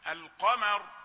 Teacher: قاف وميم في الوسط رقيقة وراء مفخمة، فلا تأتي هذه الحروف الثلاثة يعني متساوية. · Term: ميم رقيقة